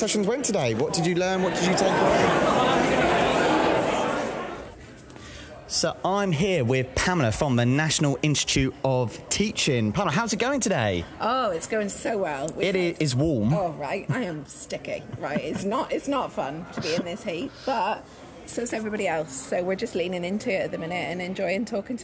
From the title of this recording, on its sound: LIVE from ResearchEd 2023